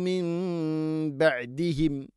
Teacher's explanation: സാക്കിന നൂന് ശേഷം ബ വന്നാൽ നൂണിനെ മീമാക്കി മാറ്റണം, അതാണ് ഇഖ്ലാബ്